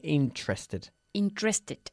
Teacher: No se pronuncia la primera E.